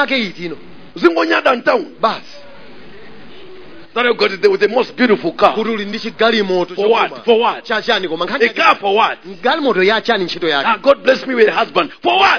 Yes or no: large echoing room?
yes